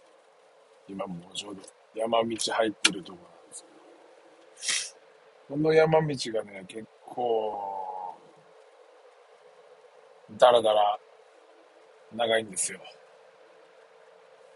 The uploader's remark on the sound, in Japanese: サーフィンに向かう道中で収録！